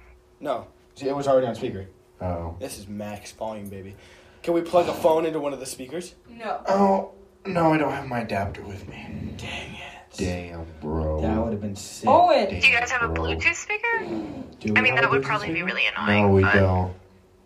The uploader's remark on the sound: Enjoy the poor audio quality.